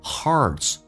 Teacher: hurts,重度卷舌，整个舌身往回卷，卷到极限